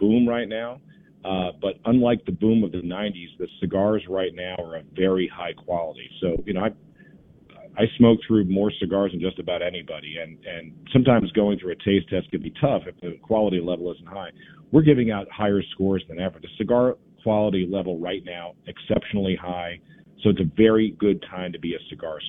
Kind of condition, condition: link, phone line